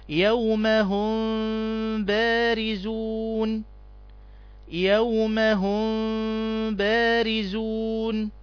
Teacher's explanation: إذا جاء حرف الباء بعد الميم الساكنة بتخفى الميم · Term: اخفاء شفوي